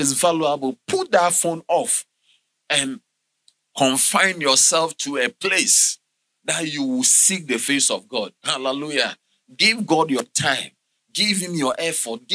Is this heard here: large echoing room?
yes